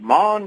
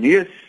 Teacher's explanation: die lugstroom nie deur jou mond kom nie maar deur die neus · Term: nasale